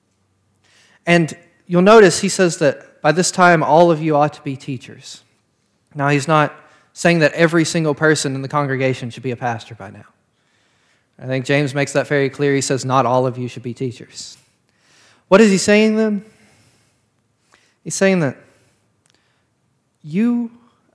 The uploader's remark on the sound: This sermon was preached on February 13th of 2022 at Parkwood Baptist Church.